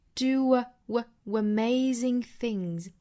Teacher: 这个 do 呢和后面的 amazing 又做一个连读，这属于元音加元音连读，这里面需要加 w